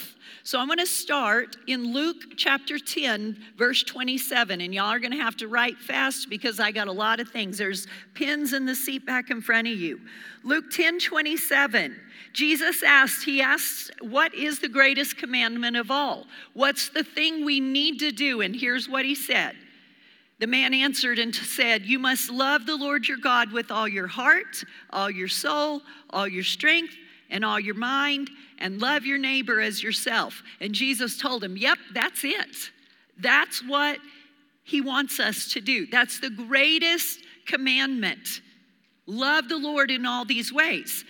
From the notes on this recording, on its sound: Recorded live during our Wednesday night service.